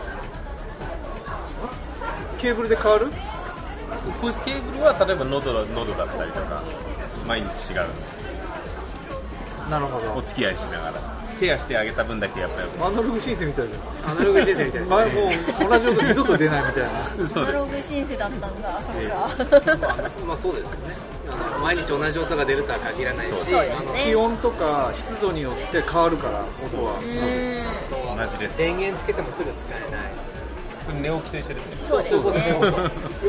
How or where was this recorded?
busy venue